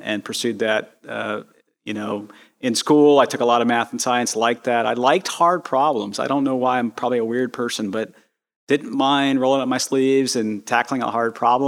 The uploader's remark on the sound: A Live Recording. We recorded this podcast in front of a live audience at Space Center Houston. Before opening the conversation up to an audience Q&A.